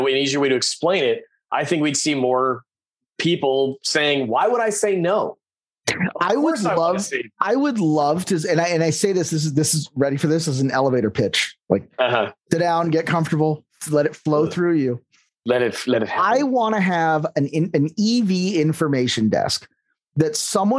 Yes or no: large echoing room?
no